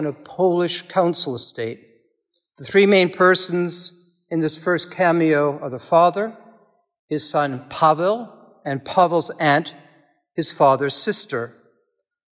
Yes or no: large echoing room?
yes